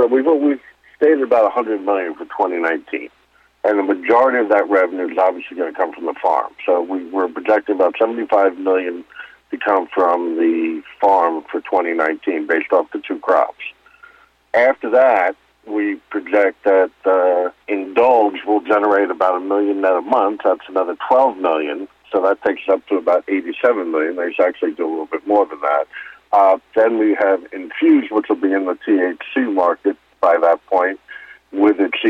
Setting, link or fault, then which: link, phone line